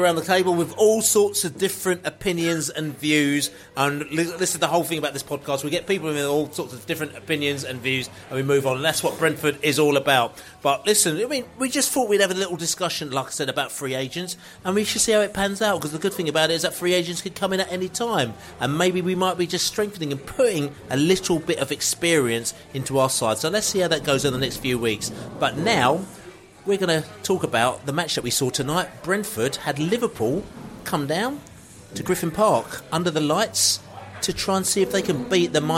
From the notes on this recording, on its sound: Pre-South Coast Match podcast from the pub. This evening assembled in The Lord Nelson Pub in Brentford for the very first time were. Fans in the pub discuss the Brentford v Liverpool match.